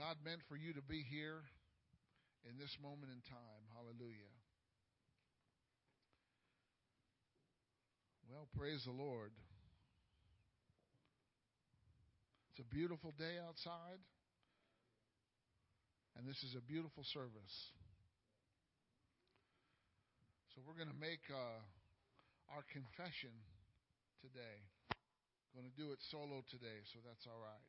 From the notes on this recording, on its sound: Wednesday Evening Service.